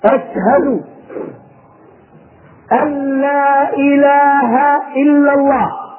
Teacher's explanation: ولما كانت أن ساكنة وجاء بعدها حرف اللام فأدغمت النون في اللام إدغاما كاملا فهو إدغام بغير غنة